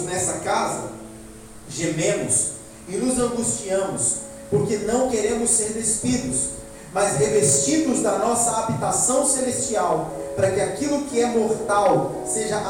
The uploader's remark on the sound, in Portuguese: O áudio não está com qualidade excelente.